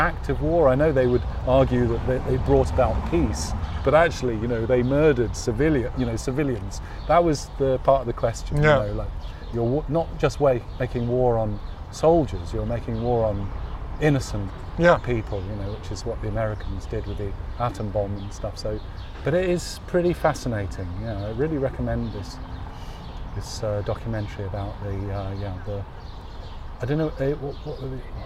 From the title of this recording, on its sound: Radio On Science – outside broadcast